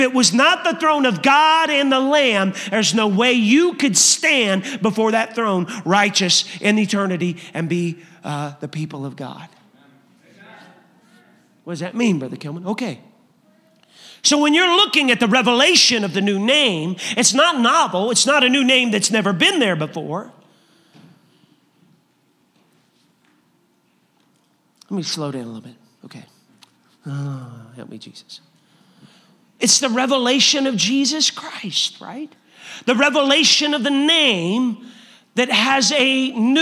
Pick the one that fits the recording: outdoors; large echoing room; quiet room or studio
large echoing room